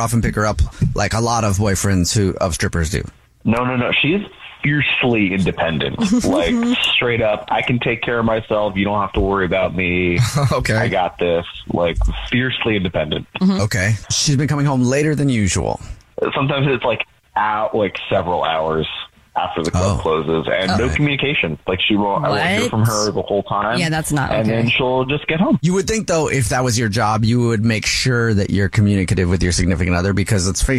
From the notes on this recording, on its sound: A listener on the phone who called in thinks she may be.